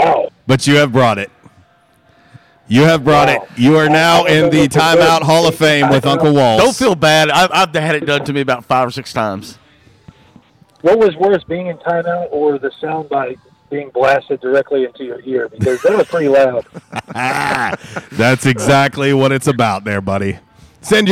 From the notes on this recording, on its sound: LIVE from J’Town’s Grill!